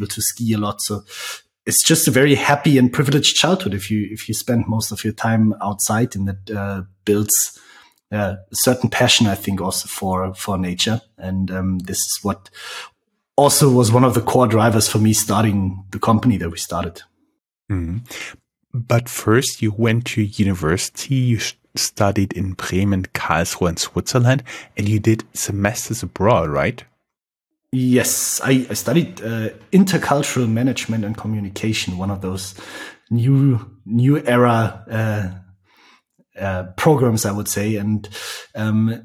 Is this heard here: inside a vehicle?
no